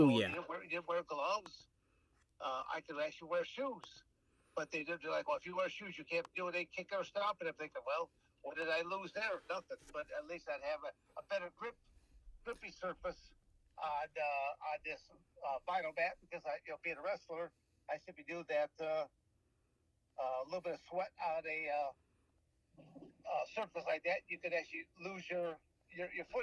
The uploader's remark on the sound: This episode was recorded via the phone. We made the best of the audio we could.